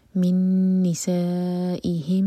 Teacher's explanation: ادغام غنہ کے ساتھ، نون کو ہولڈ کریں گے. من نسائهم، ما، اگین میم پر غنہ، میم اور میم کا ادغام ہے.